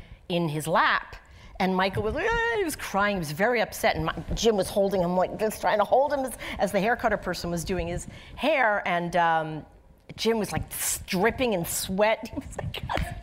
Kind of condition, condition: setting, live audience